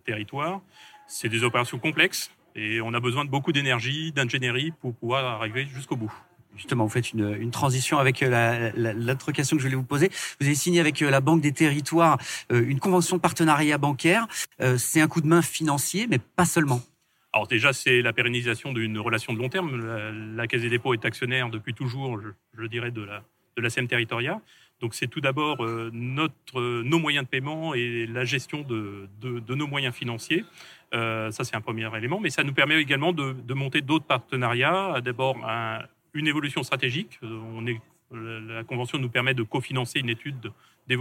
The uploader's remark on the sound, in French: Banque des Territoires La Radio vous emmène à Tours au congrès des EPL. Retrouvez les émissions comme si vous y étiez avec les invités en plateau, les reportages en région et également les interviews en direct des couloirs du congrès. Enregistré le 06/10 à Tours.